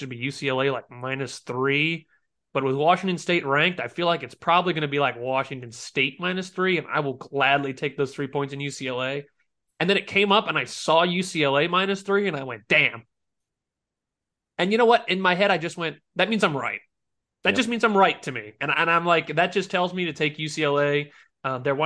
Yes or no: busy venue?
no